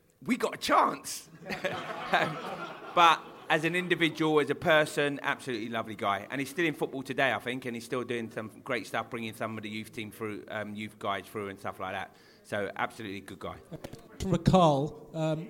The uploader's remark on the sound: The Beesotted Bees-Up in Fullers Brewery. There were all sorts of tales told on the night.